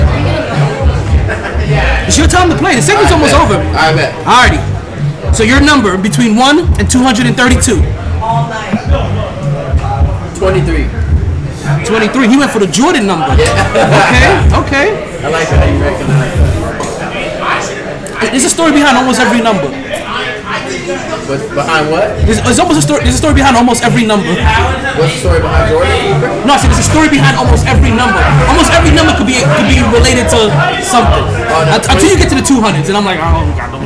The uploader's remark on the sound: Live From Sharkey's where LADIES DRINK FREE